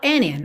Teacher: Você pode pronunciar o D, and in, mas é muito comum que esse D seja omitido